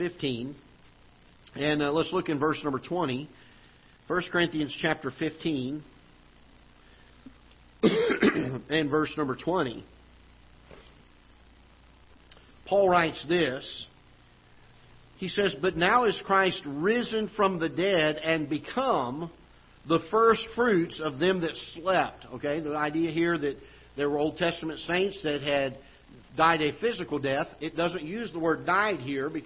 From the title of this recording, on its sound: Ketha Heights Baptist Church ~ Live Broadcast